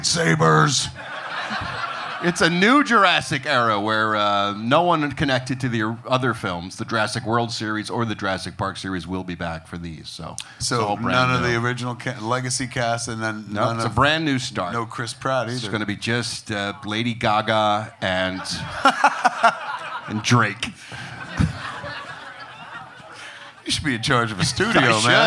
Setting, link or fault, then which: setting, live audience